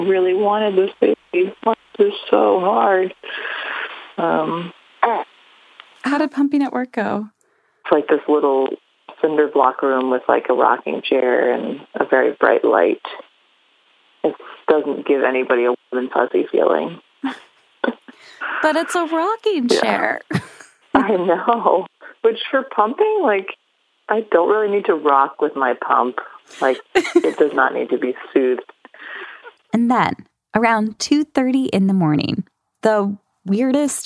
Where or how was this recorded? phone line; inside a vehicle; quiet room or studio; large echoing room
phone line